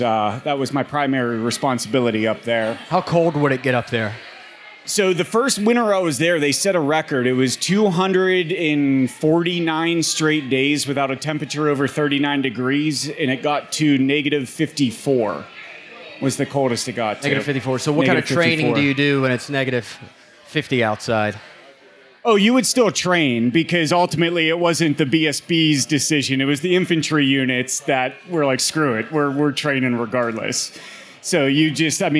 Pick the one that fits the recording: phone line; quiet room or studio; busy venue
busy venue